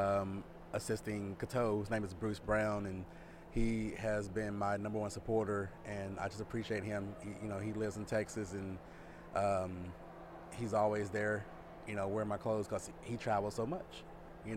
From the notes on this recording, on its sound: We are recording at KC Fashion Week